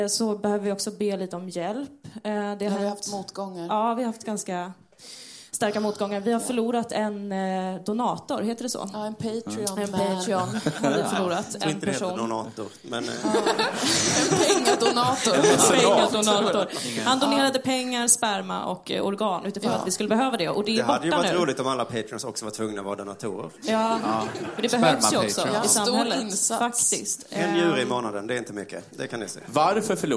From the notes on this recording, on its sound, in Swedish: spelades in live på Scalateatern